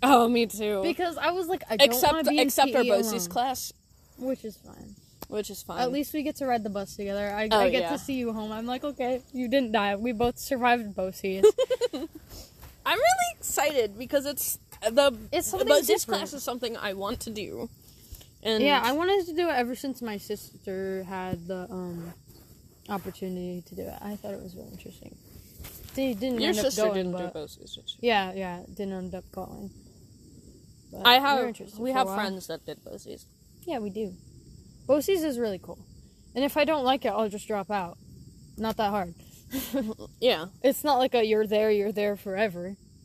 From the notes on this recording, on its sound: your two mayor's are outside spilling the tea at their tea party